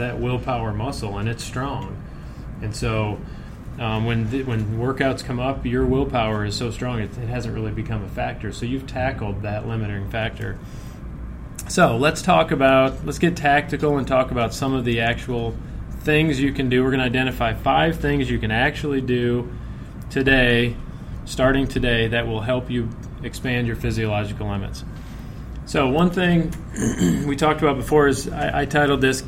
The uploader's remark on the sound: Recorded live at the monthly RFP Coaching Luncheon Workshop.